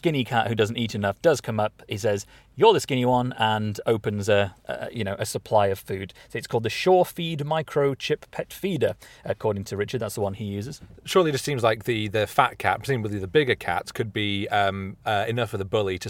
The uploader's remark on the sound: Live From The Southbound M1 In a Blizzard